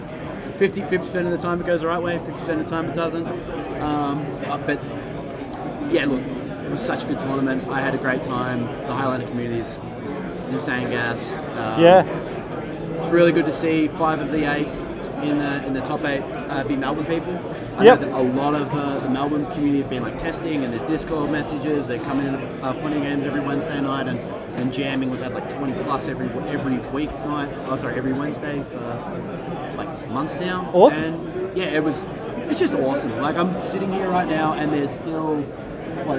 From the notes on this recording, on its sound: A slightly experimental episode with a lot of noise, but it's a series of short interviews with about 10 or 20 people from Australian Highlander Nationals